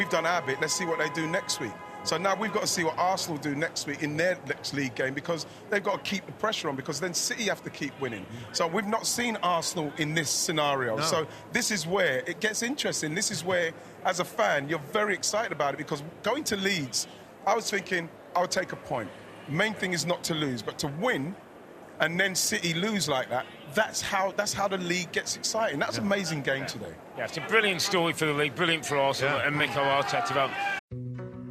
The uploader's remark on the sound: Live From Philadelphia Fan Fest.